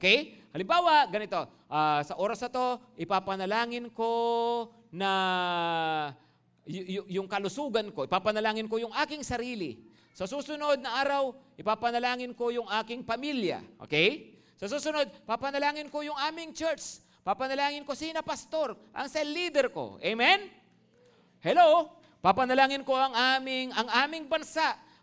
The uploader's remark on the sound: At Grace Testament Church's 5:30pm service.